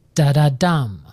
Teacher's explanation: Consists of lines with four metrical feet, where each foot has two unstressed syllables followed by a stressed syllable. Da da dum. This rhythmic pattern gives the poem its characteristic lively and rhythmic flow.